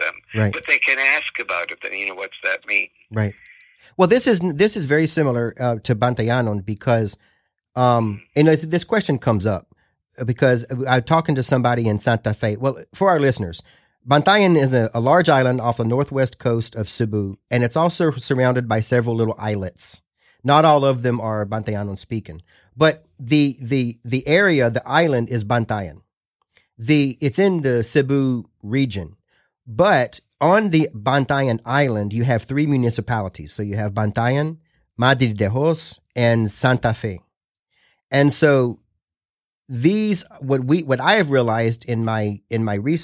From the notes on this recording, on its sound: on the phone